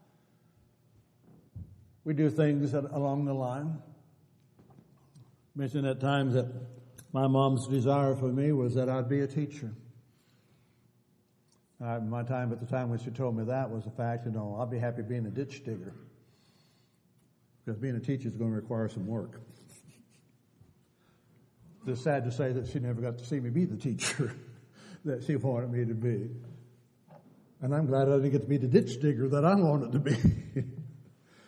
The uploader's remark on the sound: Downtown Church Of Christ Audio Sermon